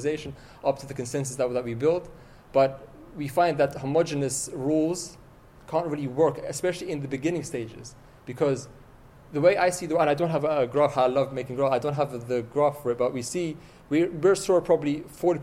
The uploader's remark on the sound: This keynote was delivered on the 27th February 2020 in Helsinki, Finland, as part of the International Trade and Forfeiting Association Fintech Discovery Day Conference.